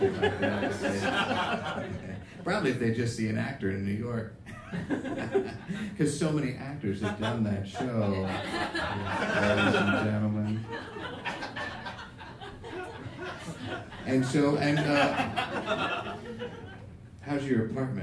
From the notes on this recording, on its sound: in this live episode